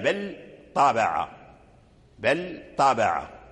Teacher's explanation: إذن لابد من بيان اللام عند الطاء بل طابع بل طابع ويتحول اللسان من مكان مخرج اللام إلى